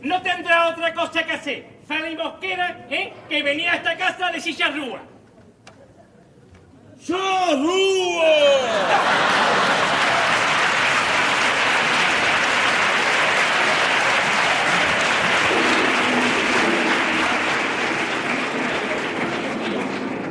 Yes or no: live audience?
yes